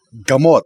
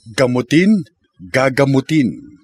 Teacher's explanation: Note that for the infinitive, imperative, and future forms of a root verb whose last syllable is CVC containing O, the O changes to U and follows the regular pattern · Shown in: second take